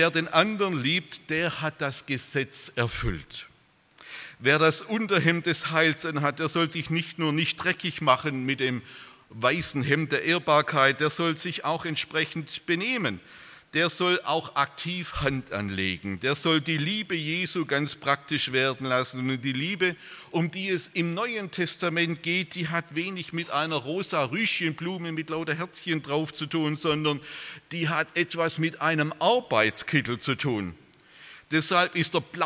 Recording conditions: large echoing room